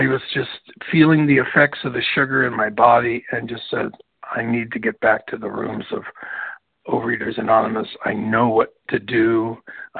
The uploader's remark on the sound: from the 100 Pounders Phone Meeting, 12/9/23.